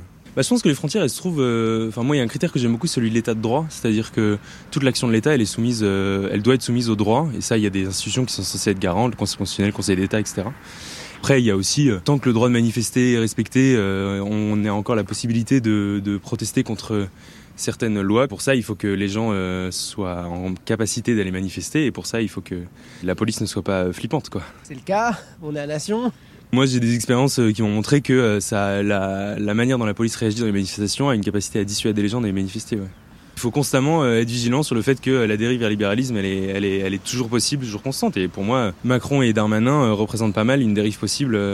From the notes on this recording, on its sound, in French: On vous a posé la question dans le micro-trottoir de ZoomZoomZen.